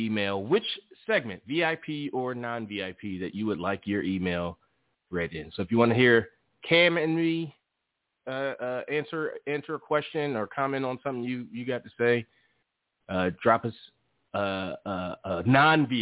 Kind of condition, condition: link, phone line